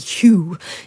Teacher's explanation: He didn't put a big stress on that H at the beginning of Hugh, you know, in British upper class terms, it might be Hugh, you know, with that breathy H